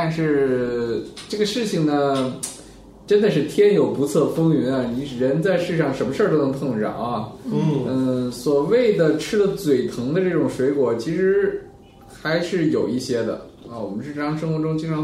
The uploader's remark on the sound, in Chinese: 本期节目为在张大妈办公区用录音笔录制，可能有街道上的杂音，请见谅。